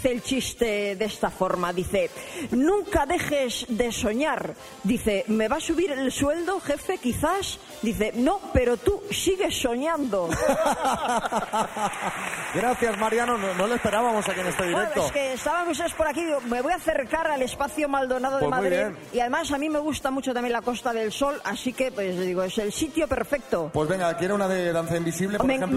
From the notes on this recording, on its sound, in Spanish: Las Mañanas KISS en directo desde MADRID. Nos hemos ido hasta el Espacio Maldonado de Madrid para disfrutar de un programón en directo.